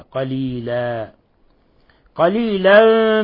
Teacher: أبدلنا التنوين الفتح حالة الوقف أبدلناه ألفا · Term: مد عوض